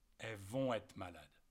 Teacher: And in that case, to be is être. And as it's followed by a consonant, we don't even pronounce the RE